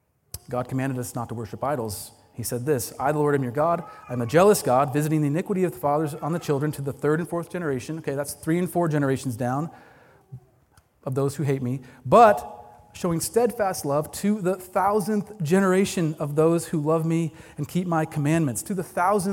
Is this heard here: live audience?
yes